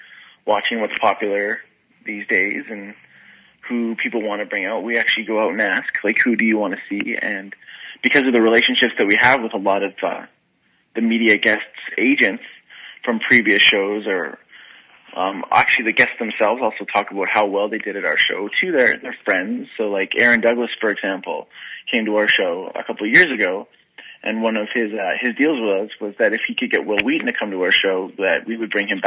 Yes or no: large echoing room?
no